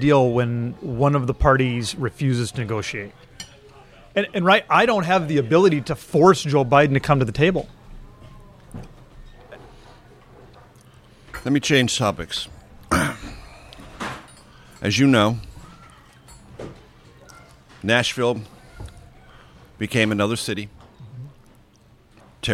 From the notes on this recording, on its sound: Recorded Wednesday, March 29, 2023 at The Dubliner near Capitol Hill.